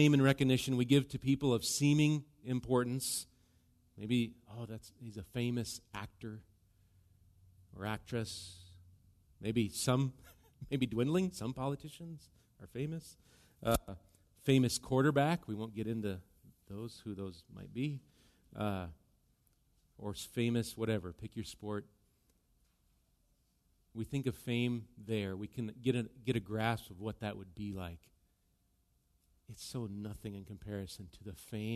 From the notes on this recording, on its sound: Recorded live at Bethany Bible Church. Bethany Radio is a production of Bethany Bible Church in LeRoy, MN.